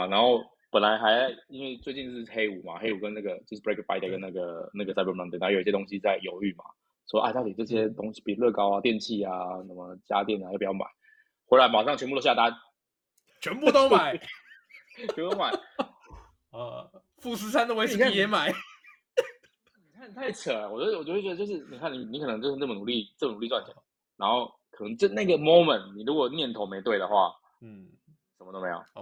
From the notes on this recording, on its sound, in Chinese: 日本發言人外出取材中～(本集錄音時間為十二月初)。測試新錄音軟體中，音質如不佳，敬請見諒。